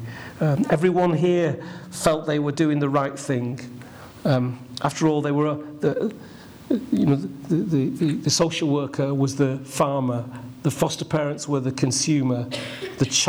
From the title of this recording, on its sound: CMC 2016 - Opening Keynote